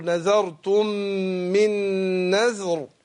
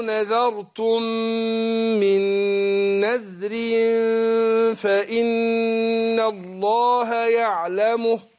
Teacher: في الوقف هتفخم الراء، في الوصل ترقق